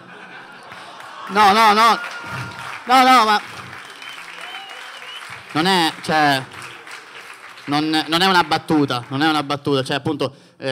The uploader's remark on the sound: Open Mic Tour - Palermo - Comedy Central